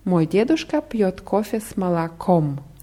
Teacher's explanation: Die Betonung ist auf dem letzten O молоком.